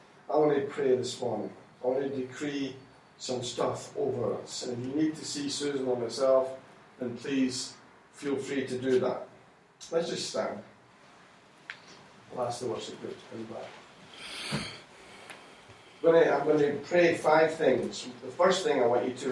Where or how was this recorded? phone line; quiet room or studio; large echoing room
large echoing room